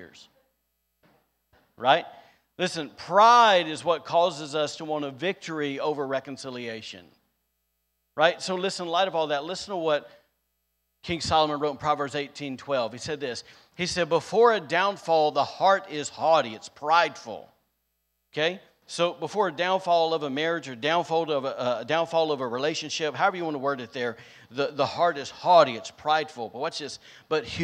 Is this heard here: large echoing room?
yes